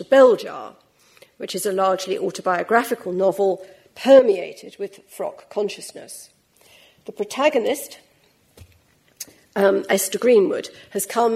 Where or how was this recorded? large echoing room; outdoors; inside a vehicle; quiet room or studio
large echoing room